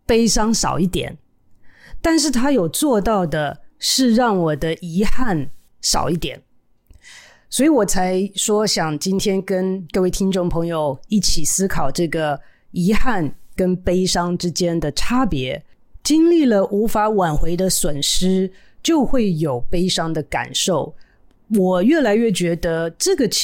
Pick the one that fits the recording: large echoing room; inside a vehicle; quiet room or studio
quiet room or studio